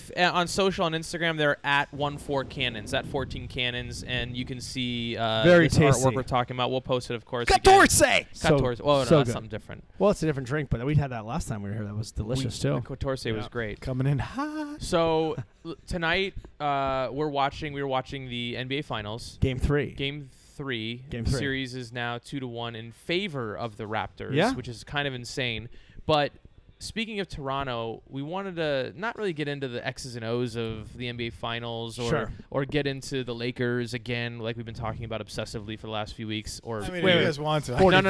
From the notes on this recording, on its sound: Live from 14 Cannons. Brewery. Losangeles.